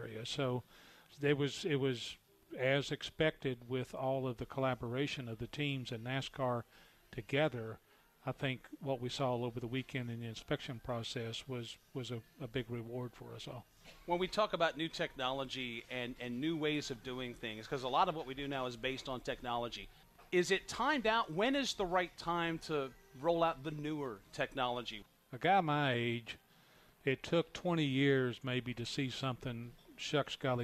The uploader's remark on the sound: NASCAR Live from Daytona